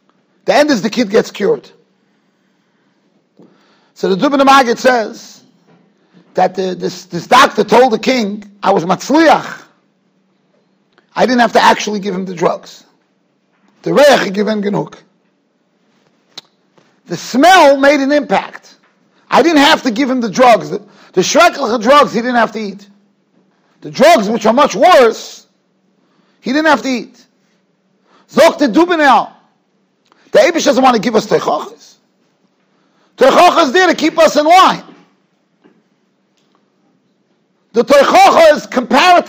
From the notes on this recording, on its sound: Shiur recorded in Yeshivas Ohr Reuven, Monsey, NY.